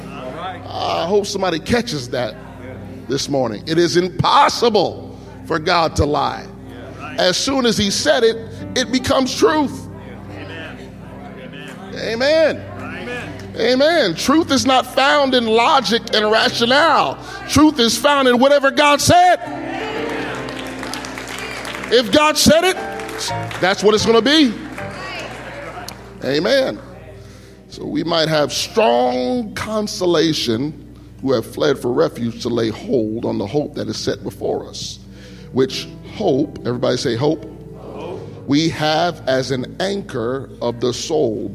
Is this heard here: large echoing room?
yes